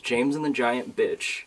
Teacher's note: So our favorite story that he read to us was James and the Giant Peach. Because he would read the P like a B, and the long E was read like a short I sound